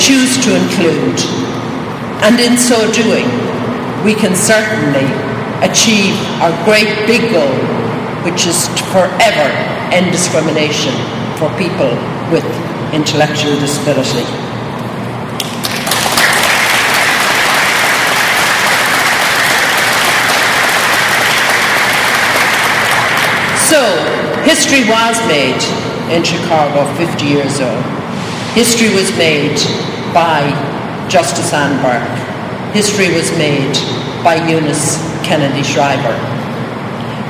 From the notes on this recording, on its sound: LIVE From Solider Field in Chicago. A best of live recap of the kick off for the Special Olympics 50th Anniversary Celebration at Solider Field in Chicago.